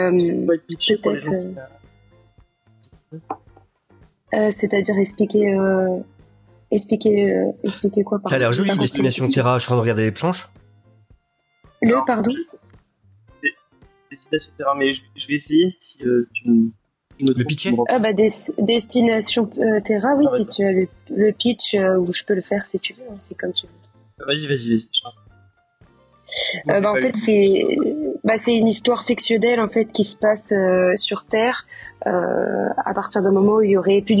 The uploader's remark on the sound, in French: On s'excuse pour la qualité sonore de l'épisode, nous avons eu des problèmes durant le live. Nous avons retourné certaines parties pour améliorer le confort d'écoute.